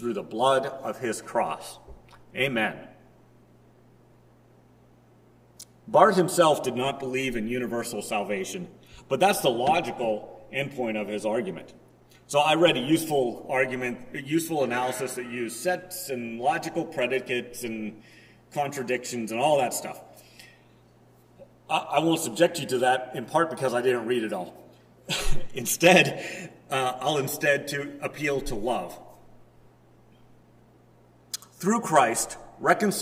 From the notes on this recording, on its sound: Preached at First Presbyterian Church of Rolla on July 17, 2022.